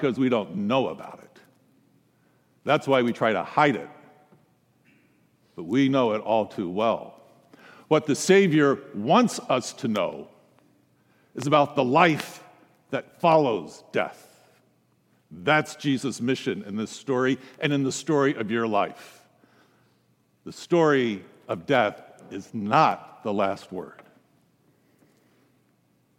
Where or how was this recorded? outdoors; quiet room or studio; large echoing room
large echoing room